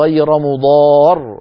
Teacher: لكن كانت العرب إذا تكلموا قالوا غير مضار فيعطونها هذا الضغط عند الكلام تنبيها للسامع وتعويضا عن النقص الذي حصل في اللفظ بسبب الاضطرار، لأنه لا يتأتى نطق راءين ساكنتين متتاليتين، فينطق براء واحدة مصحوبة بهذا الضغط الذي يسمى الآن في علم الأصوات الحديث النبر